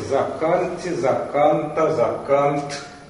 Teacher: В первом и втором лице вот «э» переходит в «а» обычно. И получается «заканте», «заканта», «закант».